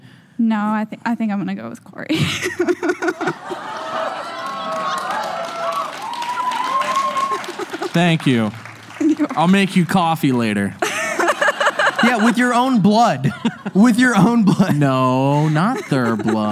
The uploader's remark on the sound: LIVE from the USS Hornet. This episode was filmed in front of a live audience at the haunted USS Hornet in Oakland, CA on September 11, 2022.